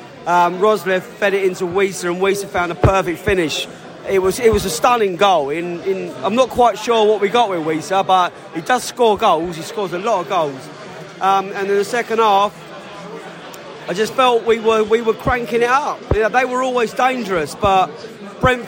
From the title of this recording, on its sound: post-match podcast from the stands